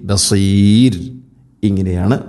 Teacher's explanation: Saad heavy ആയിട്ട് ഉച്ചരിക്കണം. അതുപോലെ റായിനെ നേർപ്പിക്കുകയാണ്, അഥവാ തർക്കീഖ് ചെയ്യണം. ബസീർ എന്നല്ല ബസീർ, ബസീർ, ഇങ്ങനെയാണ് ഓതേണ്ടത്.